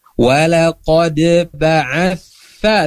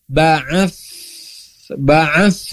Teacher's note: Harusnya walaqad ba'atha, tha digigit lidahnya.